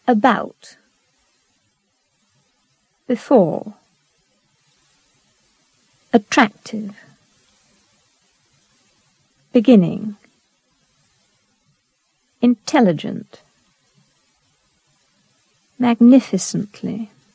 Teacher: Stress on the second syllable.